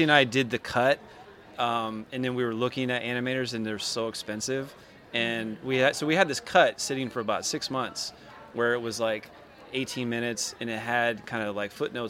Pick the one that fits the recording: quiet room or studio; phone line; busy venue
busy venue